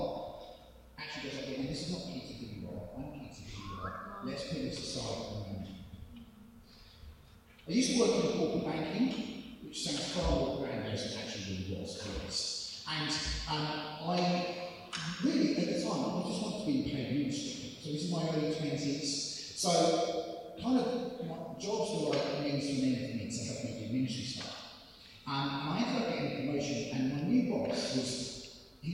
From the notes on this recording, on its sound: This audio is very poor quality, sorry!